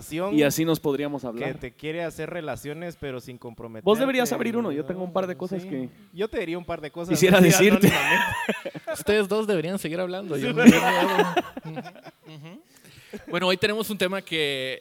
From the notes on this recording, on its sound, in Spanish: El evangelio y mis relaciones (EN VIVO).